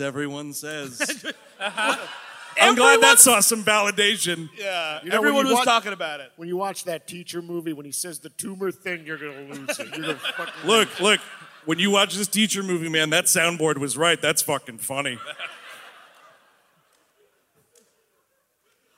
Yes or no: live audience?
yes